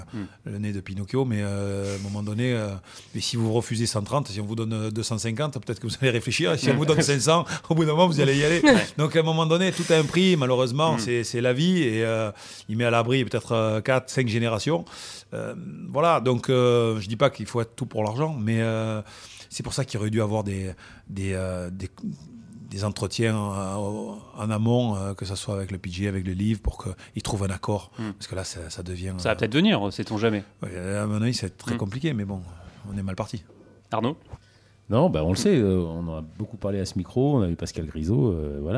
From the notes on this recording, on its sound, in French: Cette semaine Swing est en direct de Deauville où se déroule cette semaine le Lacoste Ladies Open de France.